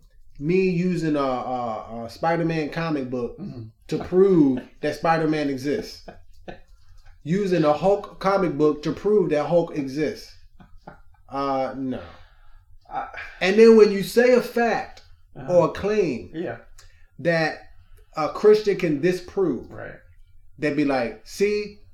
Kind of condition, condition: fault, poor sound quality